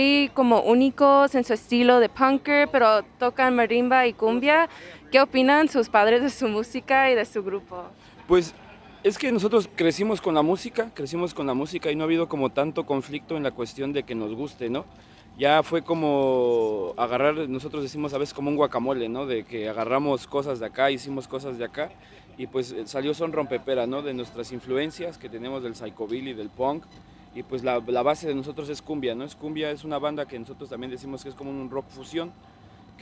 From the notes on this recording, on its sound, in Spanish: Recorded live right before they hit the stage at the Levitt Pavilion in MacArthur Park. Grabado en vivo antes de su concierto en el escenario de Levitt Pavilion en Mac Arthur.